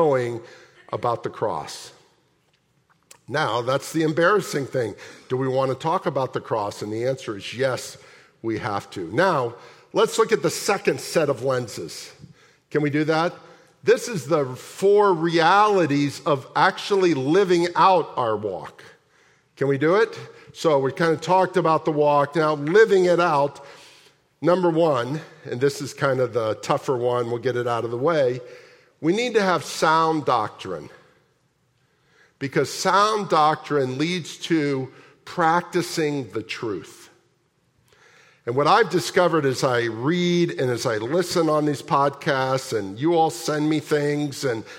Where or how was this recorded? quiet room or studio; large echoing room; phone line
large echoing room